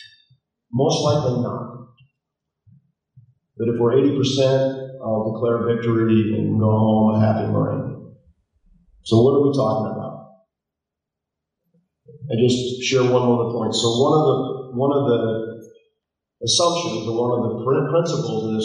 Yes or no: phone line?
no